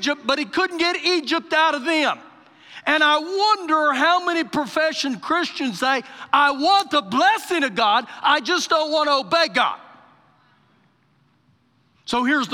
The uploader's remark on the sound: Recorded live during our Sunday morning service.